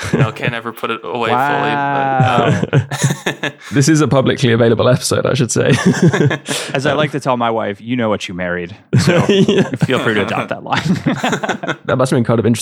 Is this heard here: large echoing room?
no